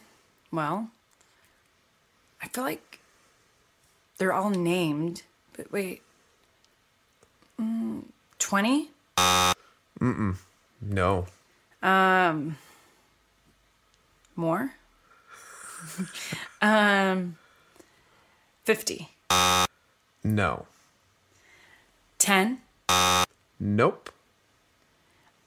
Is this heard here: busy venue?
no